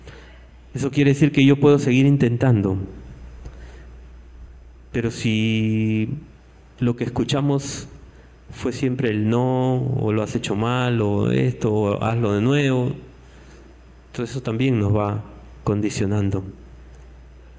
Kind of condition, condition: setting, live audience